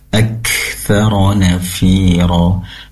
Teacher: pastikan kaf di sini disempurnakan juga sifat hamas, yaitu dialirkan nafasnya ak atau mengalir udara, aktsara nafira.